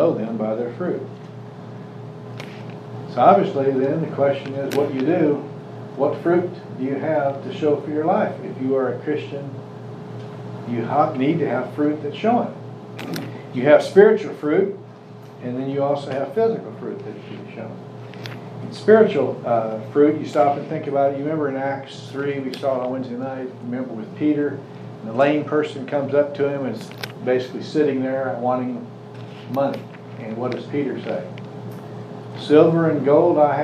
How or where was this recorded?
live audience